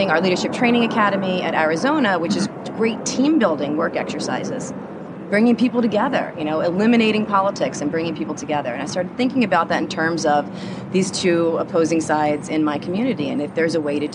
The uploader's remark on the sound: This was my first remote episode. Sat on a balcony at the San Diego Convention Center during the 2015 NAR Annual Conference. If you listen closely, you can hear the clang clang of the trolley!